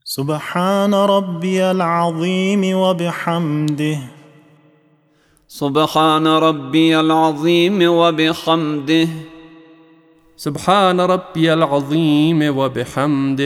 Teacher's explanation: تلفظ ضاء عنایت می‌فرمایید که با درشتی و به شیوهی کاملاً پرحجم ادا میشه